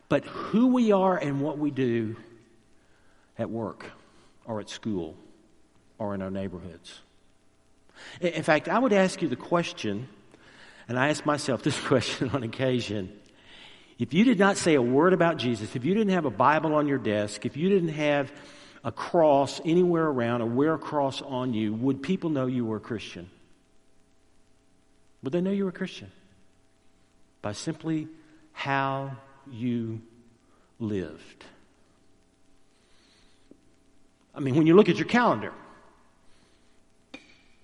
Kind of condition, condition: setting, large echoing room